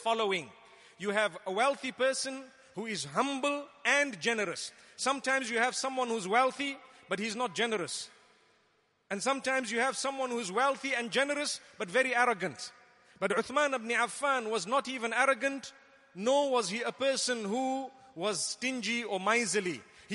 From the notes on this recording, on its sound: Delivered at Tuanku Mizan Zainal Abidin Musjid